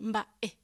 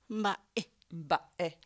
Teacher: Pero es un corte, es una suspensión glotal, es decir, hay un corte, como se corta el aire